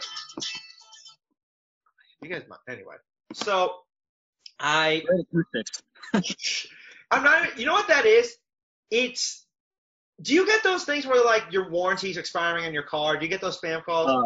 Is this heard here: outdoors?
no